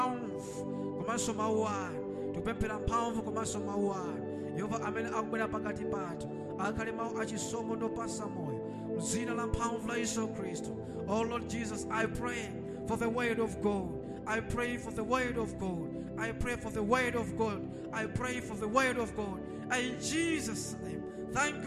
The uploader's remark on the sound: Sunday Live Service - Service dominical en direct.